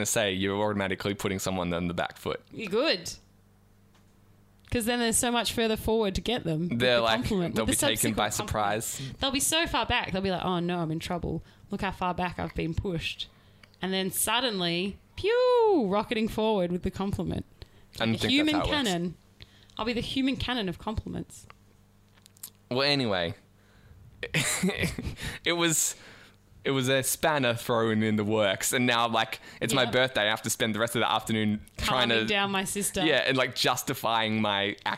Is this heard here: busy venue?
no